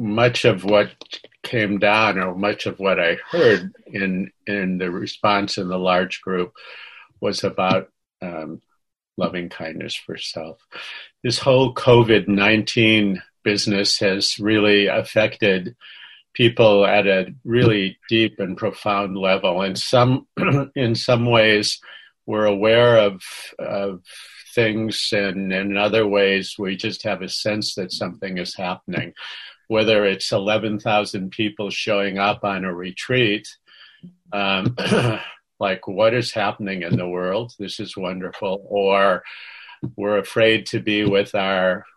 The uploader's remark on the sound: Senior Sangha May Zoom